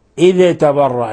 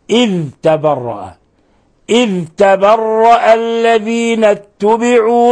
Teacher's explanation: احذر أن تدغم عند حفص الذال في التاء · Shown in: second take · لا تقول إذ تبرأ، ليس هذا، ليس هذه قراءة حفص.